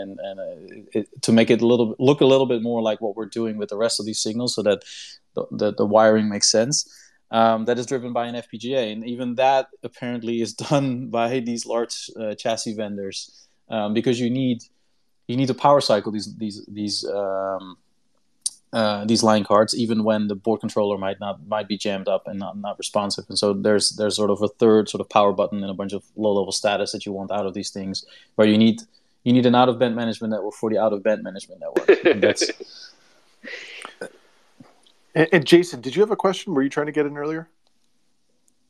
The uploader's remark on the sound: the recording for our Twitter Space for November 29th, 2021